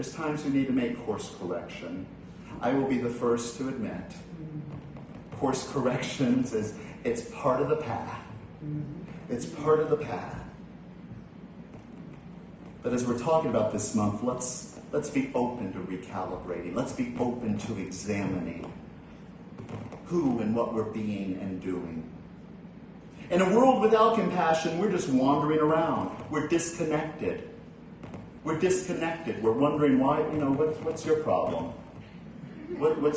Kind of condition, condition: setting, large echoing room